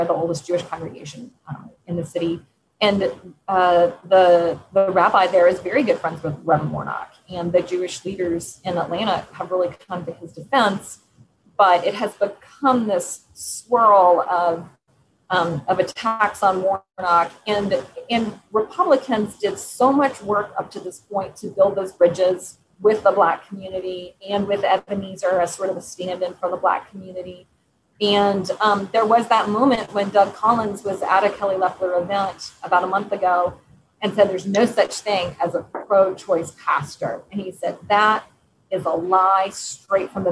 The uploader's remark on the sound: Apologies for the audio issues in this episode.